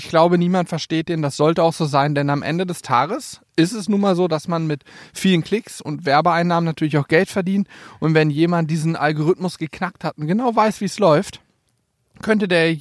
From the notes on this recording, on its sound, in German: Live vom Teich